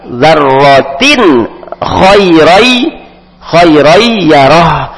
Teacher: kemudian tanwin ketemu kha, maka hukumnya izhar, dibaca jelas · Ada huruf ha di akhirnya, jangan dibuang, yarah dengan mengeluarkan nafas. Nah, faman ya'mal mithqala dzarratin khairai yarah.